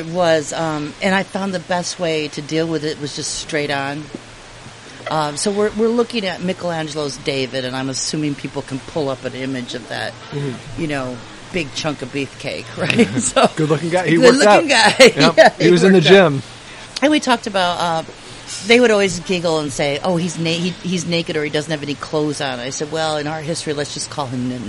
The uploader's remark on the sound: Recording while we waited for our flight to Toronto at the end of the program